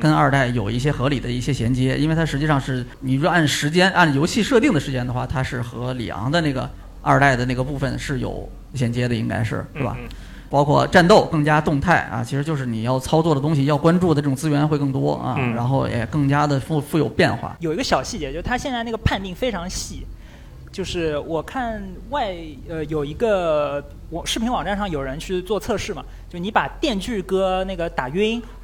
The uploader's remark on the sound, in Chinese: 上周六，我们为上海地区的玩家朋友们带来了一场线下活动，本场活动也在UCG的B站直播间进行了直播。我们和现场以及直播间的观众们一起。